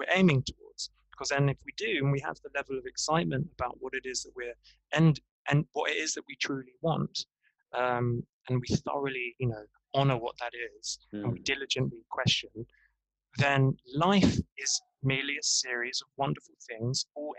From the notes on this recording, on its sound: The sound is a little whack but that is the wonder of zoom, headsets and transcontinental Wi-Fi connections.